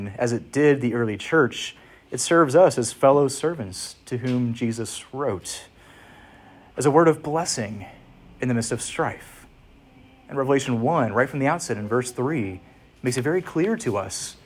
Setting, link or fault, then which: setting, large echoing room